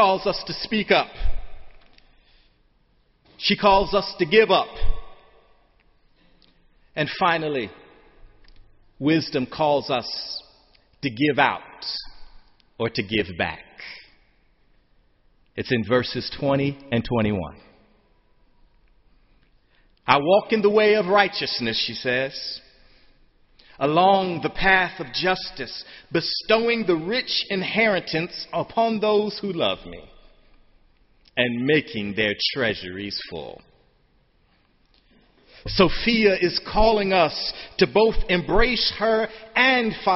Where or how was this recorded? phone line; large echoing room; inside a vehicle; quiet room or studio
large echoing room